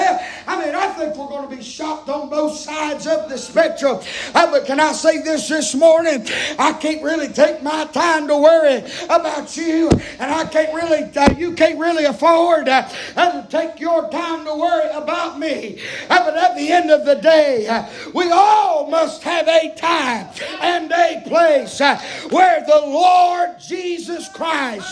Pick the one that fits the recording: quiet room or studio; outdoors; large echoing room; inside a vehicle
large echoing room